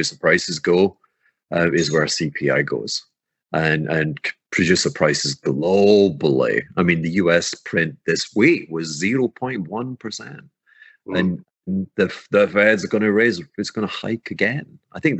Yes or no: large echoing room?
no